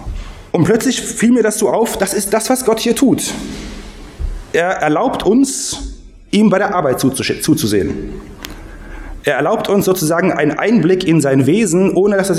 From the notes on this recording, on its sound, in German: Predigt aus dem Gottesdienst